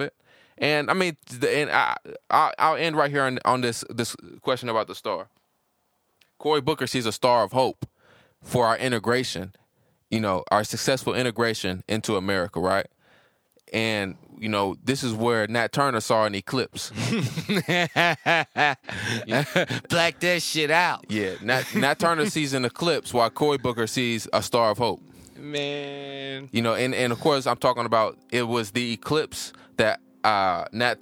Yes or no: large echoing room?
no